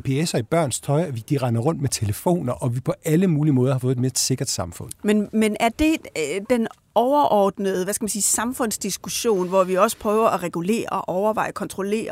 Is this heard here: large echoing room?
no